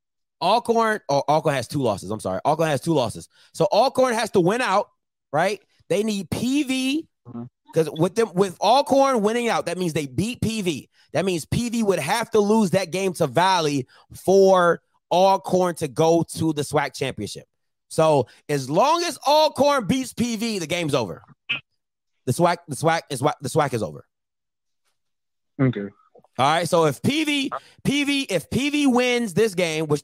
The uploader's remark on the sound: Jackson State Fans Call In Into the Channel